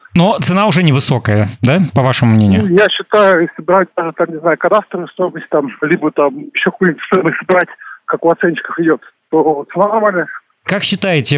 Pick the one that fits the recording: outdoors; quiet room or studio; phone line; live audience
phone line